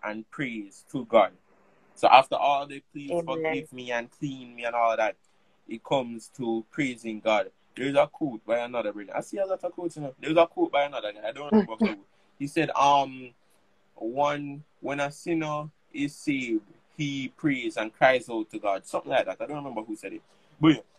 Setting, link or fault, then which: link, video call